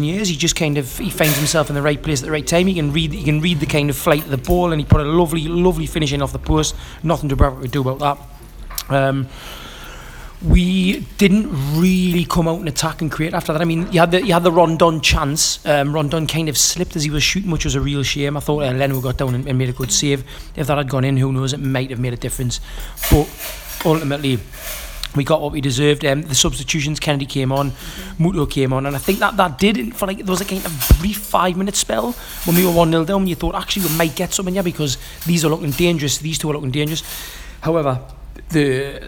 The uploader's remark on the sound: Recorded in a restaurant outside the Emirates.